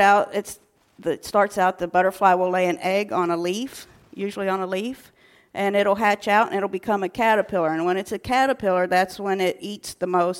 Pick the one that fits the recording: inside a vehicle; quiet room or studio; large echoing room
large echoing room